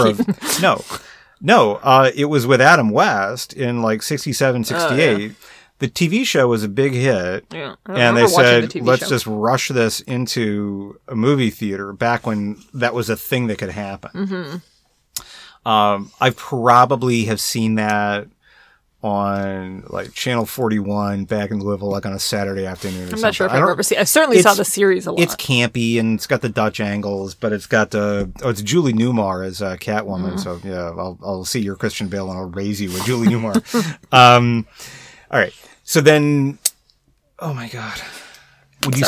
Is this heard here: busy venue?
no